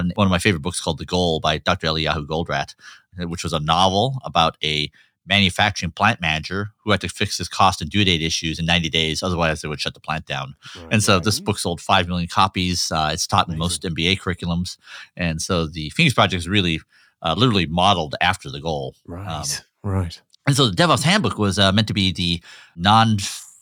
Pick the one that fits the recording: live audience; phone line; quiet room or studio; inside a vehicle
quiet room or studio